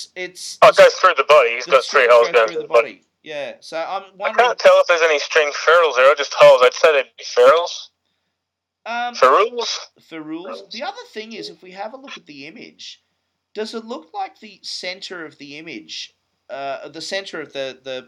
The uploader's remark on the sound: Apologies if the sound is a bit off this week. I've been having tech issues.